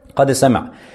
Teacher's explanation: وأما مخرج السين فتخرج من طرف اللسان مع ما بين الأسنان العليا والسفلى، مع قرب من السفلى